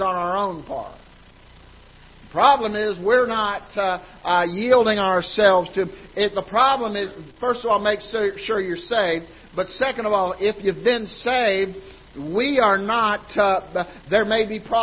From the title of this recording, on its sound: Ketha Heights Baptist Church ~ Live Broadcast